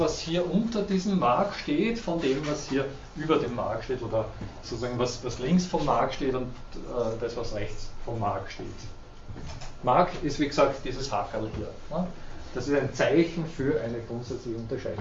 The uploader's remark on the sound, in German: Diese Vorlesung wurde von Studierenden aufgenommen